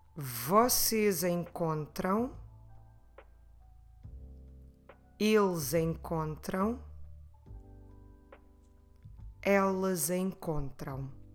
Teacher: We run the vowels together, and for the plural forms we'll get that z sound to connect the pronoun and the verb form